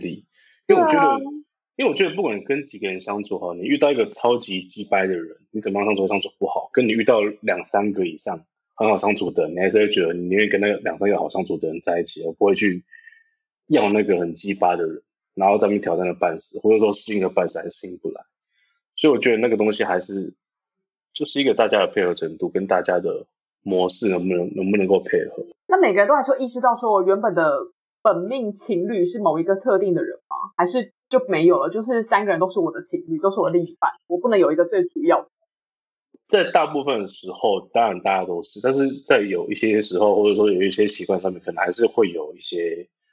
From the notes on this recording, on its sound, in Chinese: 音質依然很差，但希望你們能包容。